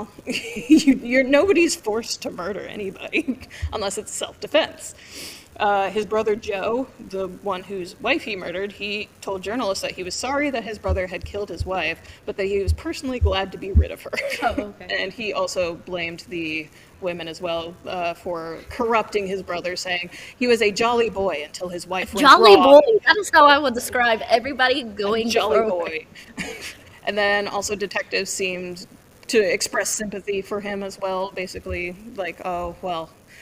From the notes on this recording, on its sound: as we record LIVE from the True Crime Podcast Festival in Dallas, TX